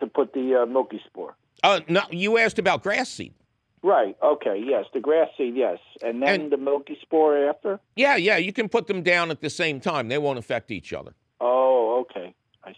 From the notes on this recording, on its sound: He takes your fabulous phone calls.